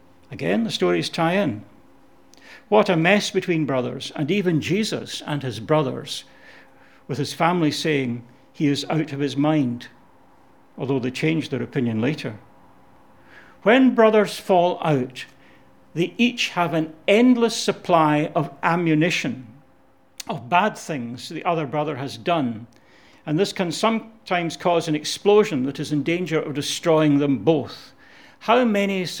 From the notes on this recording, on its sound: Audio podcast of morning service